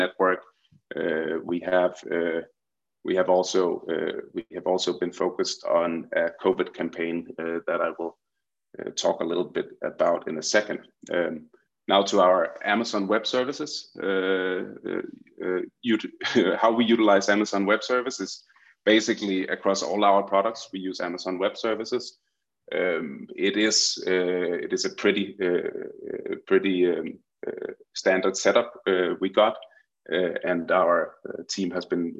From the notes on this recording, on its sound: This is an audio recording of a TechSoup Connect Southern Africa virtual event hosted on 02 June 2021.